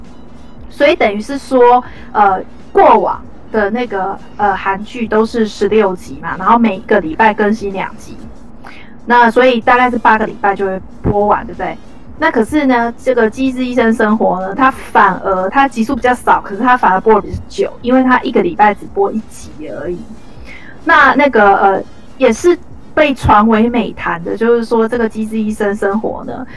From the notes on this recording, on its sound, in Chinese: 本集錄音音質不佳